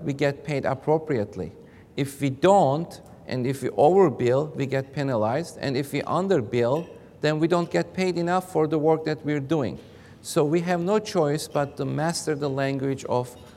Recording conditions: large echoing room